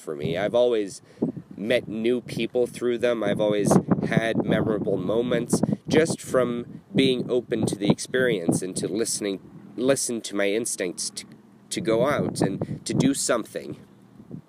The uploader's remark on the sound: Recorded at the end of the Camino de Santiago in Finisterre, Spain.